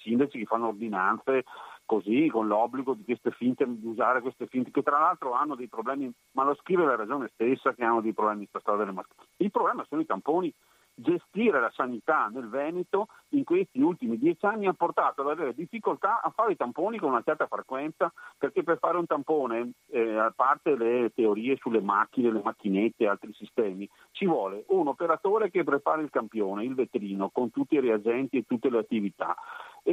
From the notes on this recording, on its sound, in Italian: Parliamo al telefono